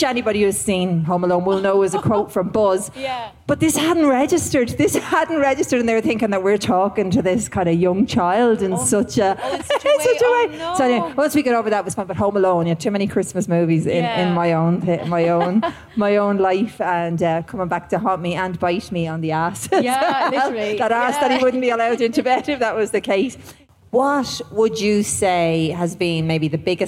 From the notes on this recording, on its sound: live from Electric Picnic!